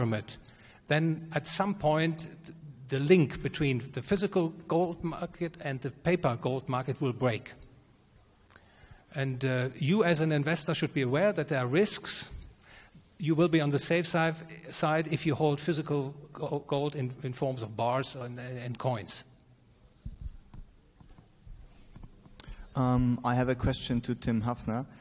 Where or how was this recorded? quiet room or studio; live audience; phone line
live audience